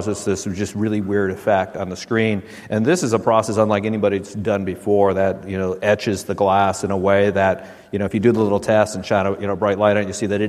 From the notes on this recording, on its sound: Live From WWDC 2019